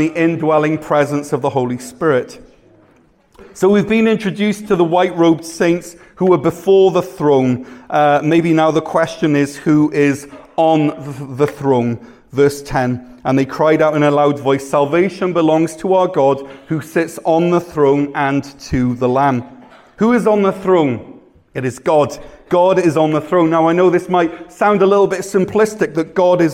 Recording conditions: large echoing room